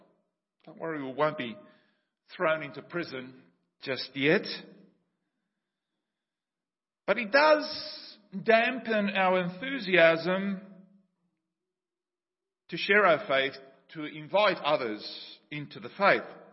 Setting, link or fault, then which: setting, large echoing room